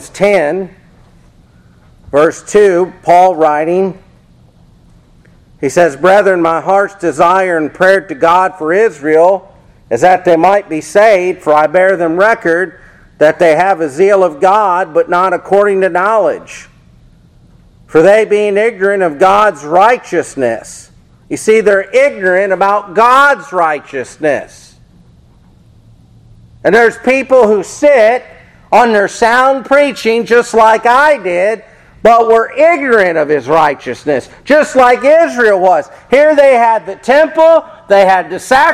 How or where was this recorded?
large echoing room